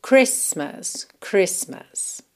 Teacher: nós não pronunciamos o T na palavra Christmas